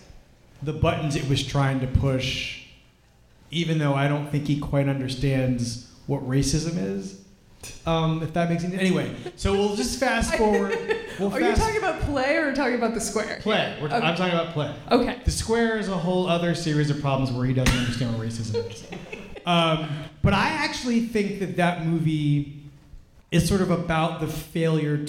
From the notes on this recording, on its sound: NYFF 2017 Live Roundtable. At the conclusion of the 55th New York Film Festival, Film Comment gathered together a panel of contributors and critics for one final live roundtable.